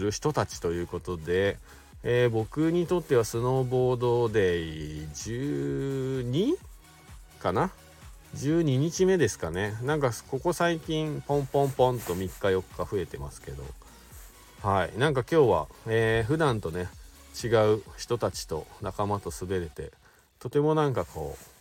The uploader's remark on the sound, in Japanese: 白馬八方尾根。本日、白馬八方スキー場で滑り終了後 車の中から。